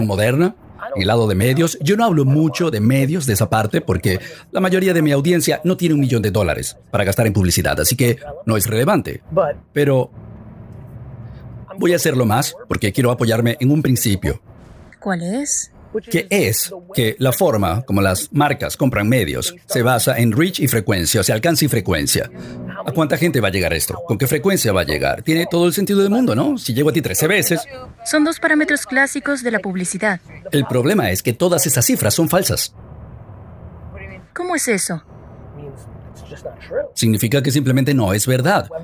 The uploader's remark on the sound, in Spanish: grabada en la parte trasera del auto durante mi reciente viaje a Dubái